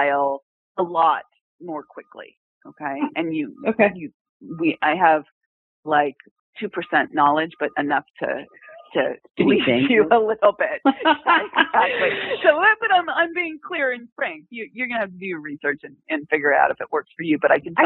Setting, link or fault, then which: link, phone line